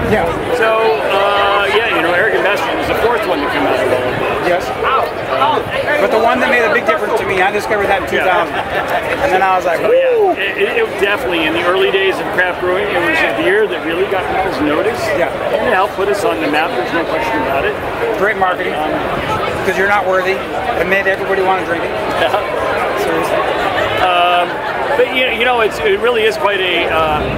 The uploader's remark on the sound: at the 22 Anniversary Celebration & Invitational Beer Festival